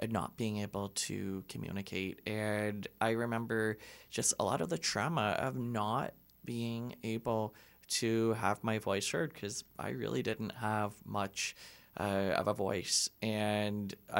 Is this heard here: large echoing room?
no